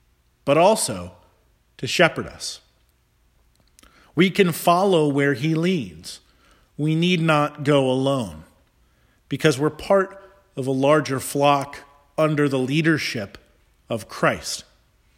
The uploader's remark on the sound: Charles Anglican Cathedral, Bremerton, Washington.